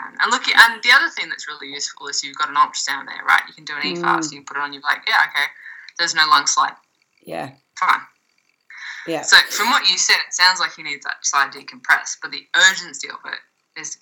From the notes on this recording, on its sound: Slightly poor audio, we'll blame the 10 573 miles between us.